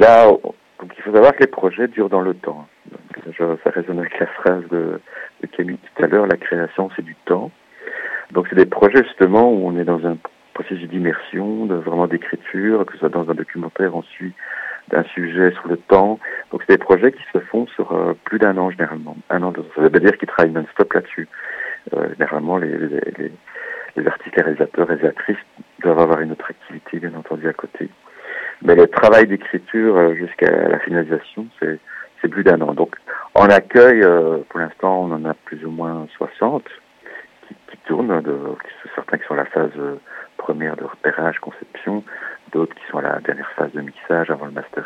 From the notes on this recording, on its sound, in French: Nous recevons par téléphone le directeur de l' Atelier de Création Sonore Radiophonique.